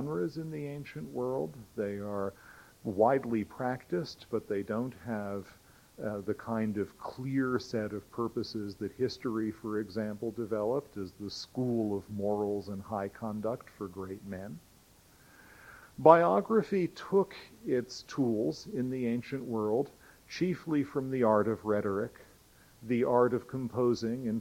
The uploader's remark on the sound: Recording of a lecture delivered on September 8, 2000. As part of the Formal Lecture Series.